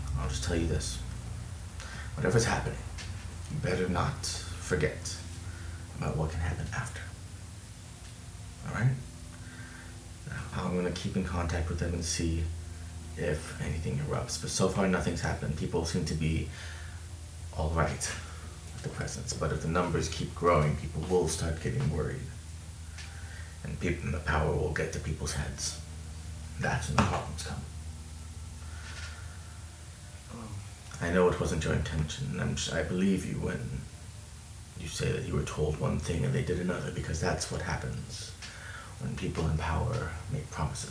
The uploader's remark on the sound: We apologize in advance for any background noise. It was well over 100 degrees, and the air condition was necessary for everyone's health.